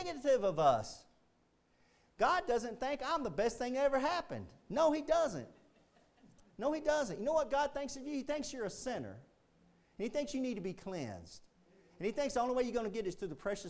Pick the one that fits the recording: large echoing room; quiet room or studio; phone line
large echoing room